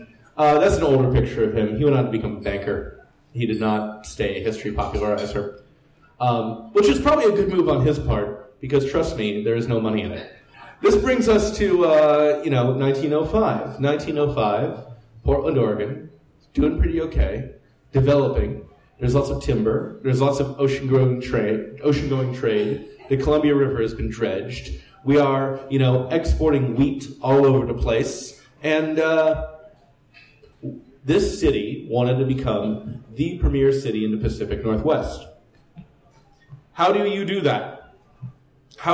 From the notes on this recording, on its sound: This live event was part of Stumptown Stories. 56 Live at the Jack London. This live event was part of Stumptown Stories, a monthly lecture series that focuses on Portland and Oregon history.